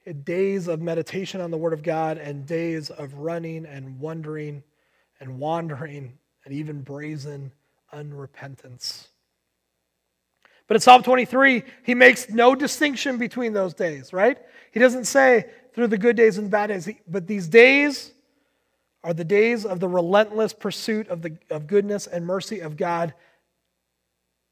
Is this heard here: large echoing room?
yes